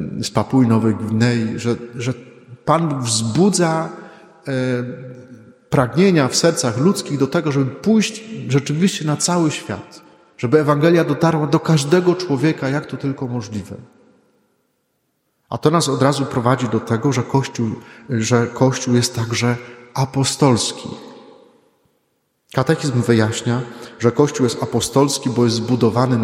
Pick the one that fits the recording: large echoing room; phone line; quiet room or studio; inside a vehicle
large echoing room